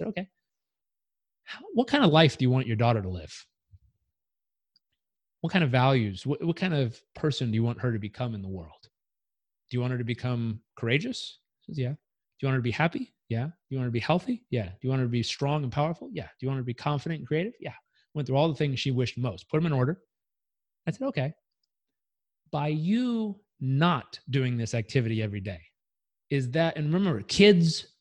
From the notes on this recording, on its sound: I hosted daily ZOOM meet-ups called the "Daily Community Meetup" - the recordings were posted here on the podcast.